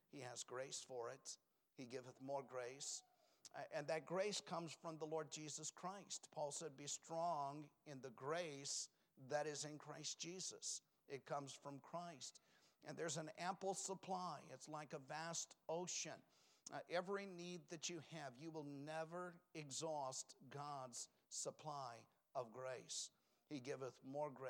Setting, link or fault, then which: setting, large echoing room